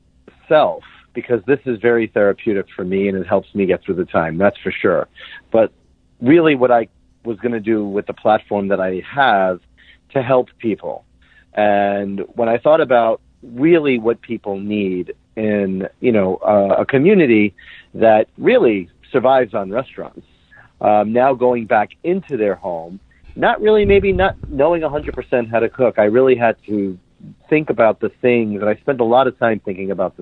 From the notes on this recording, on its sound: Had a Kitchen Chat by phone in our respective kitchens. How odd this felt not to actually be in person recording.